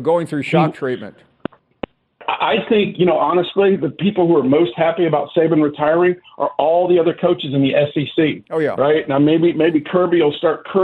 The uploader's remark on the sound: more of your phone calls